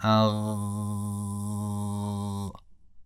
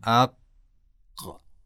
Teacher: اگر غین رو درست تلفظ بکنیم صدا کاملا قابل امتداد هست و با یک نرمی همراه خواهد بود · Shown in: first take · اما قاف اینطور نیست. اگر قاف رو به صورت ساکن تلفظ کنیم صدا قطع میشه و انسان یک حالت ضربدار بودن رو در این حرف احساس میکنه